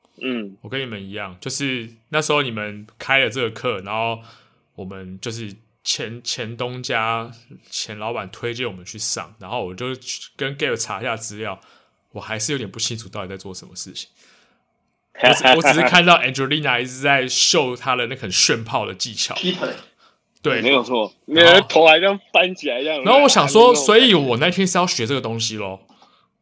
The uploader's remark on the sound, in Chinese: 遠端錄音，如有回音請見諒